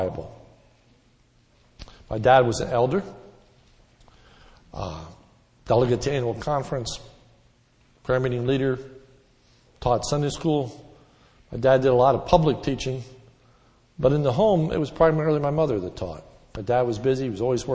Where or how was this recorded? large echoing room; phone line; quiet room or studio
large echoing room